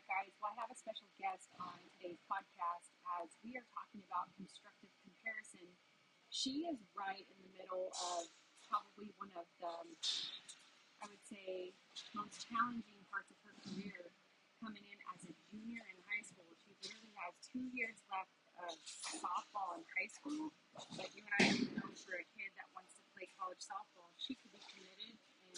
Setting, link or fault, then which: fault, poor sound quality